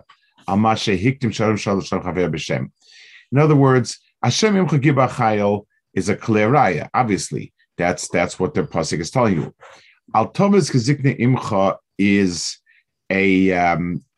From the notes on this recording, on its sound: This shiur take place over Zoom on Motzei Shabbos.